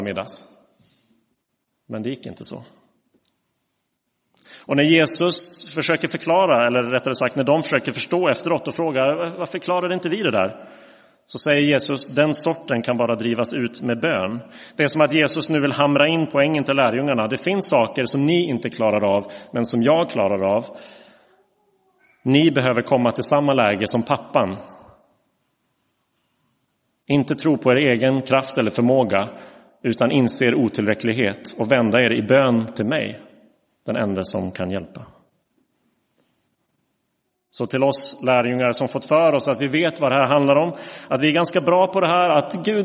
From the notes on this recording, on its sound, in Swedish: Inspelad i Roseniuskyrkan den 12 mars 2023.